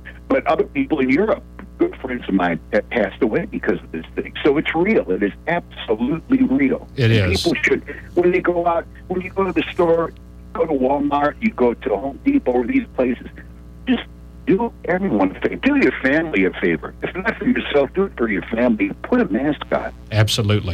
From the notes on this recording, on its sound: We had two members of the band call in to The … Show on Saturday, April 25th.